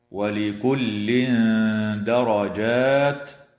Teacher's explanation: إخفاء حقيقي للتنوين عند الدال مع الغنة مرققة في قوله تعالى: ولكل درجات، وإدغام بغنة للتنوين في الميم من قوله تعالى: درجات مما، وتغن الميم المشددة من كلمة مما، ويجوز الوقف على كلمة عملوا من قبيل الوقف التام قوله تعالى: وما ربك بغافل عما يعملون.